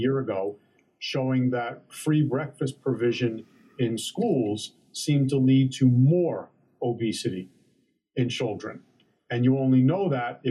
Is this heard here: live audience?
no